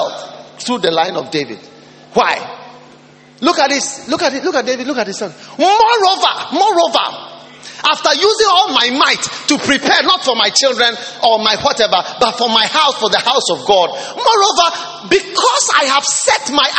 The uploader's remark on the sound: Preached at the Lighthouse Chapel International, Cornerstone Cathedral.